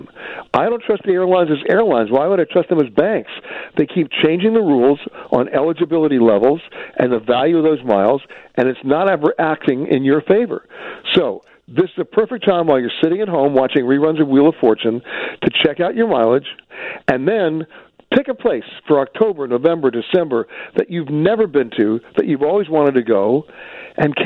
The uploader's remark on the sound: he takes your phone calls